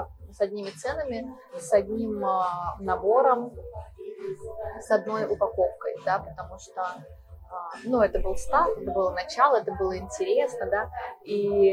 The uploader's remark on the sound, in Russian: Мы записывали подкаст в кафе и на фоне могут быть слышны музыка и разговоры.